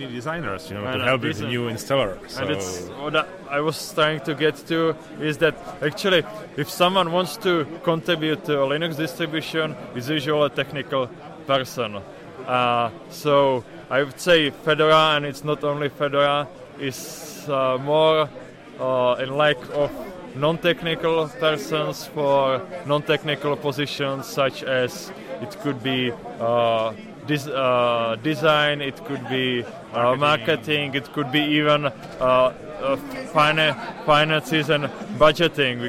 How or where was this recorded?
busy venue